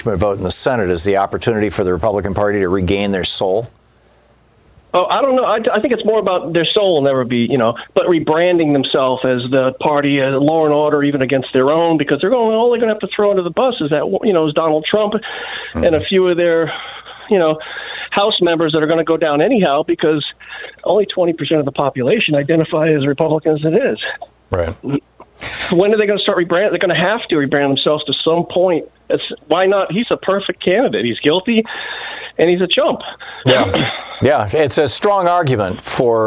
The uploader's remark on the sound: Listeners call